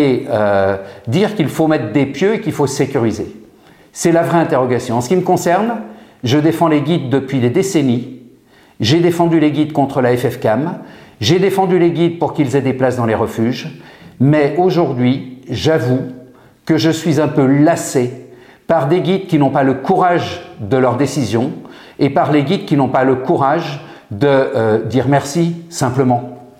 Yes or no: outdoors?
no